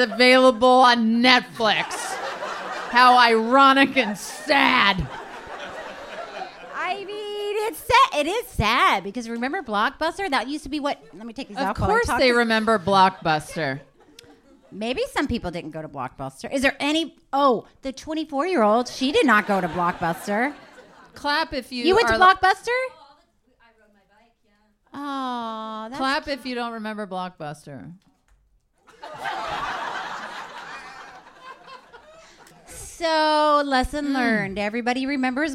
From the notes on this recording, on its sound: LIVE SHOW! Ever LIVE show.